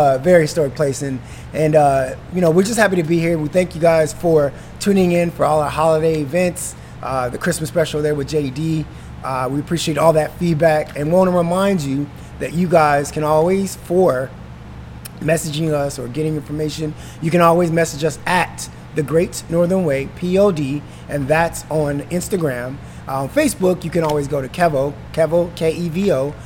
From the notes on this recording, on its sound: Is shot on location at Lamplighter Bar in Gastown, Downtown Vancouver.